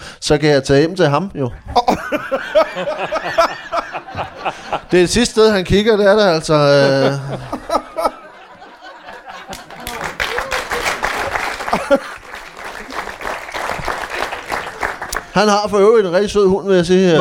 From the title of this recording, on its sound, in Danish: LIVE fra Kalundborg